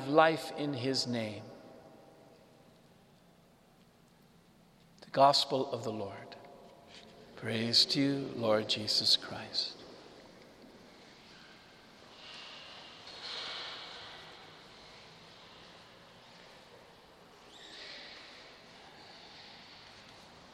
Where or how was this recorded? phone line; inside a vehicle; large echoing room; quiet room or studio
large echoing room